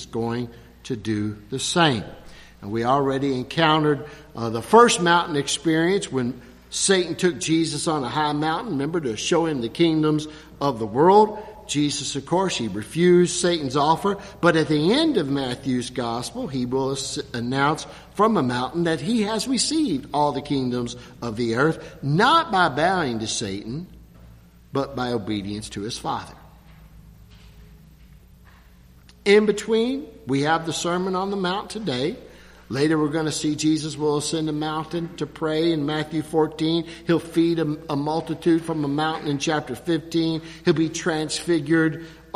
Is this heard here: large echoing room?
yes